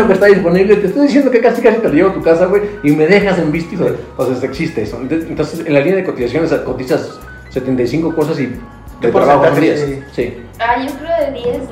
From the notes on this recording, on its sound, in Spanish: Episodio piloto trabajaremos en el audio.